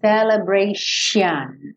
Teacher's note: Escreve com T, mas você vai falar esse T como se fosse um X. Então, esse, X, esse T-I-O-N vai soar X-I-O-N, celebration, ok?